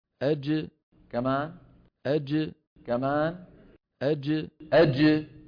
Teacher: نعود إلى القلقلة. أج انظر انظر إلى الجيم كيف أن اللسان يصعد فيقرع مخرجها ودون أن يعني يكون هناك عمل لا للفك ولا للشفتين